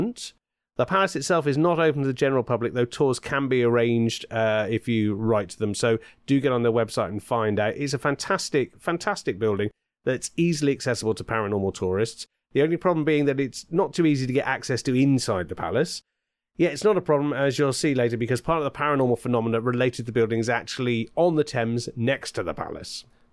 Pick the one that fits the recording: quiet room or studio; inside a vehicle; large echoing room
quiet room or studio